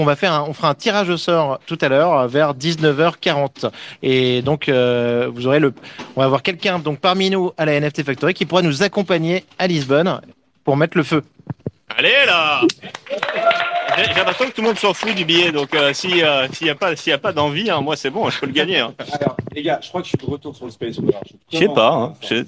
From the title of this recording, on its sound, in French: En direct depuis la NFT Factory